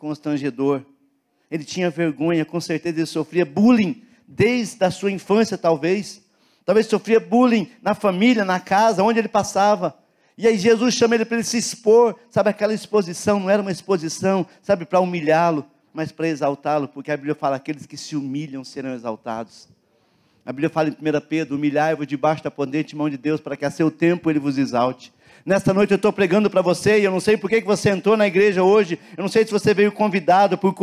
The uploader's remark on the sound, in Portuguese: na Igreja ABA Curitiba (Transmitido ao vivo)